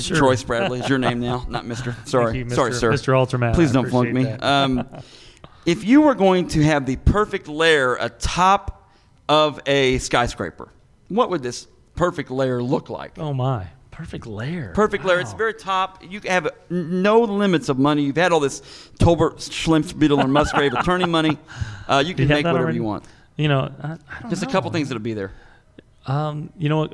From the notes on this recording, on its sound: LIVE at Planet Comicon! The guys are live from Planet Comicon in Kansas City! In front of a live audience.